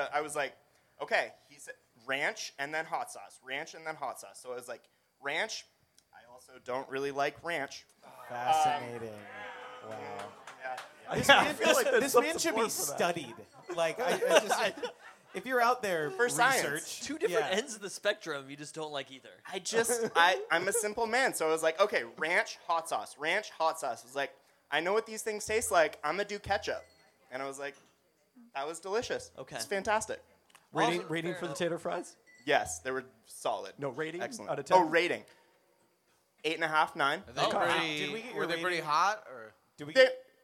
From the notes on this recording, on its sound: During Peltoncast Live Spring 2023